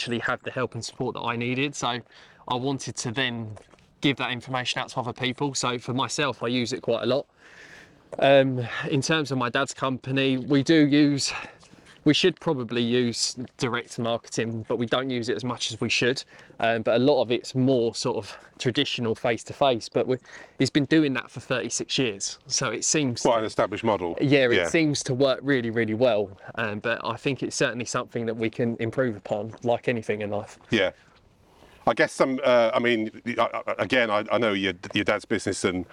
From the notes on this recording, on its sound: Recorded at Mote Park, Maidstone, Kent